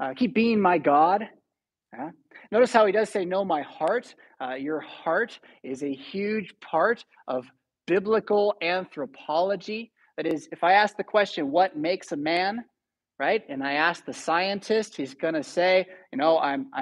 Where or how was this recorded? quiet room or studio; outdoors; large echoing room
large echoing room